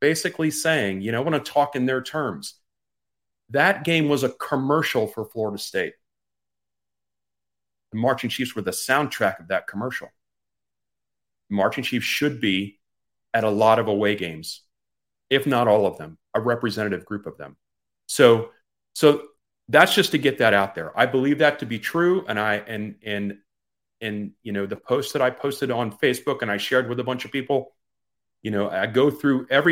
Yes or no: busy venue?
no